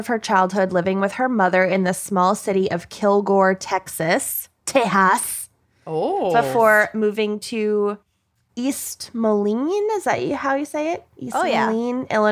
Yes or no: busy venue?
no